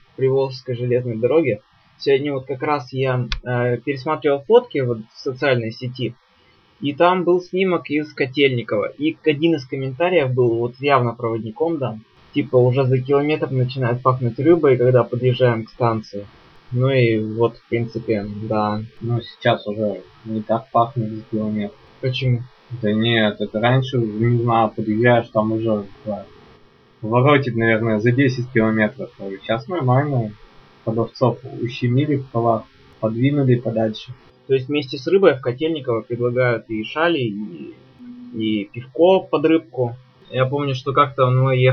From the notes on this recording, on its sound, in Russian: Извиняюсь за качество записи этого подкаста, форс-мажор с записывающим оборудованием